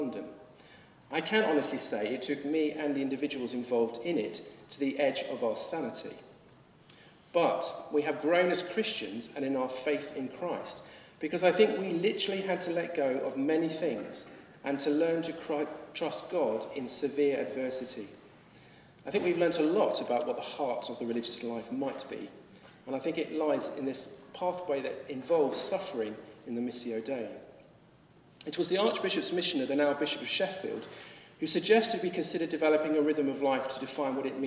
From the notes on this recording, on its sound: Addresses a gathering in Lambeth Palace before the Archbishop of Canterbury and invited guests from traditional and new communities. This podcast was recorded at a gathering to promote the work of the Anglican Religious Communities Charitable Trust.